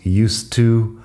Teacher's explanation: Used to, fíjate primero en la pronunciación, el verbo use en pasado sería used, pero este used to es como una frase hecha, no tiene que ver con el verbo de use y la pronunciación lo pronunciamos como si fuera una T en medio, lo juntamos used to o bien, si estás hablando un poco más rápido, sería como used to y justa con la vocal corta al final.